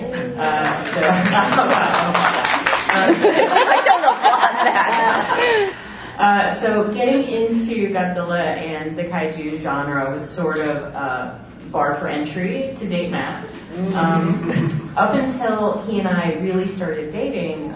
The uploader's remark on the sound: Live from G-fest 2019.